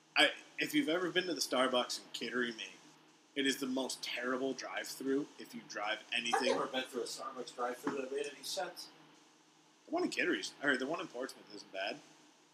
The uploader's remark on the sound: This episode is brought to you by the giant thunderstorm that rolled through, no idea where and when recordings started and stopped